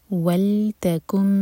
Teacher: لام ساکن پر جھٹکا نہ ہو